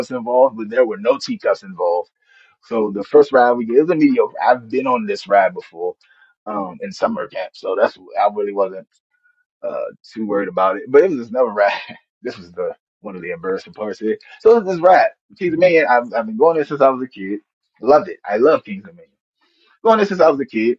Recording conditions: poor sound quality